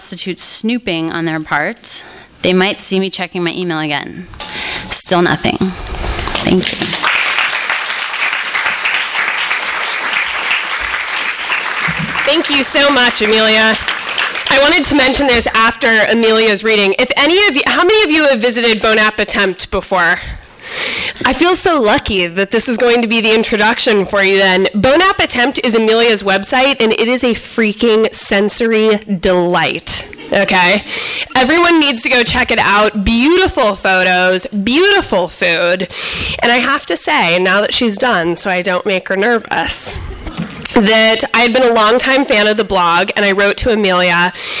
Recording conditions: live audience